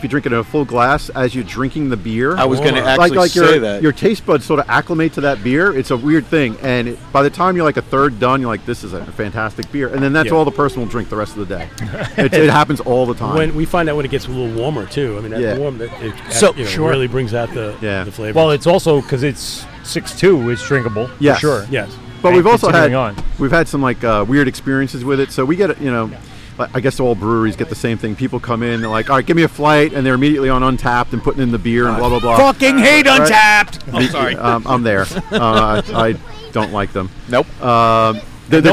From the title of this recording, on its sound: LIVE at Moriches Field Brewing Co.